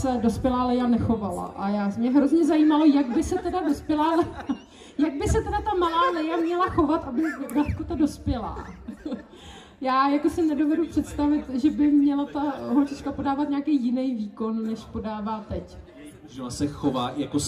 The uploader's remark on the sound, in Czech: který proběhnul před živým publikem na KoprConu 2022